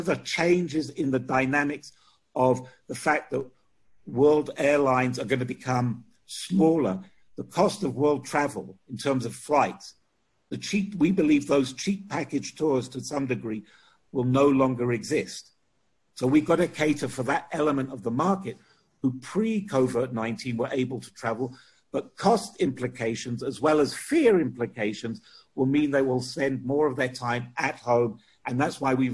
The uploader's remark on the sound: Webinar discussion